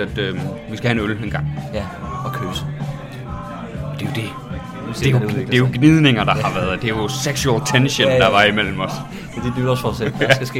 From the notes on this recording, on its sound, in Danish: I dagens afsnit er vi rykket ud af studiet, og ind på Citizen Cocktail Bar i forbindelse med en Open Mic.